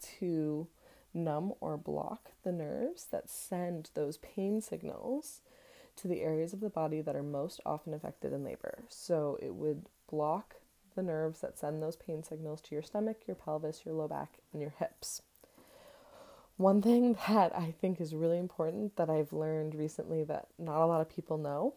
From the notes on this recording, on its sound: there is some extras noises in the audio today!